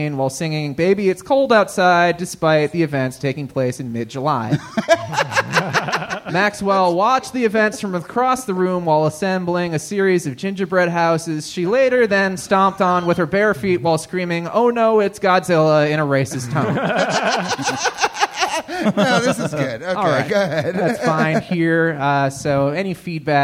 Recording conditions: live audience